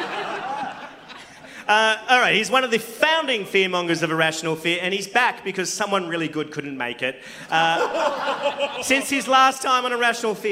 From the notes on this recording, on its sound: YACK FEST SPECIAL. Live recording of A Rational Fear.